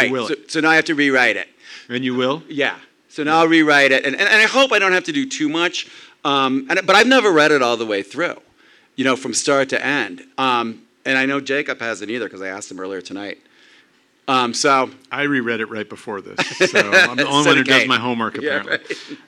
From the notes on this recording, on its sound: On August 22nd The Inlander hosted a live Miller Cane wrap party at the Big Dipper in Spokane.